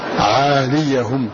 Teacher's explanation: فتح الياء تحريكها وضم هذه الهاء